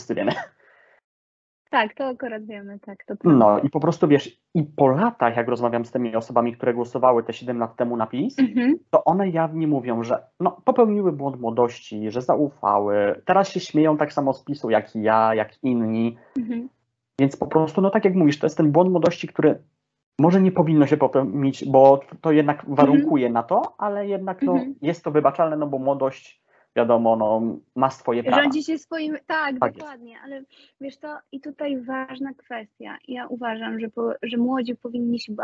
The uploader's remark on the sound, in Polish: Odcinek z problemami technicznymi niezależnymi od uczestników nagrania!